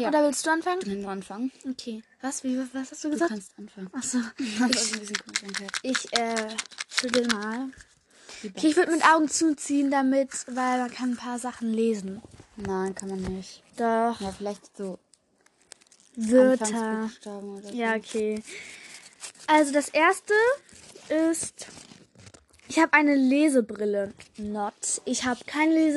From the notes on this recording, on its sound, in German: Entschuldigung für die ganzen unnötigen Hintergrundgeräusche!